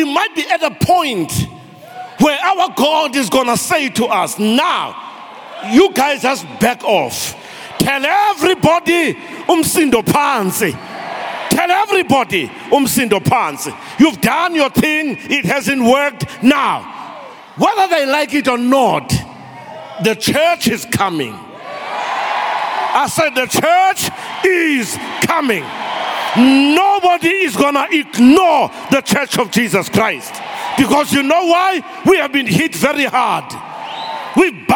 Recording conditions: large echoing room